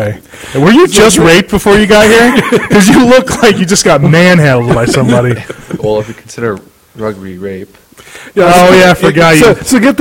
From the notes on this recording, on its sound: Sorry about the very beginning audio.